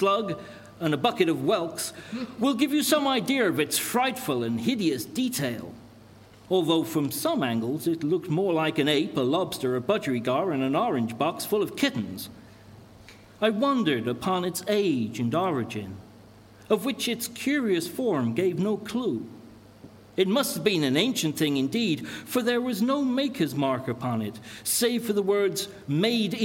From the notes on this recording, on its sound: Recorded live before an audience at Colchester Arts Centre, 31 October 2021.